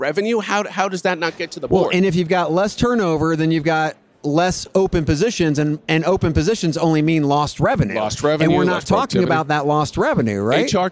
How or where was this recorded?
busy venue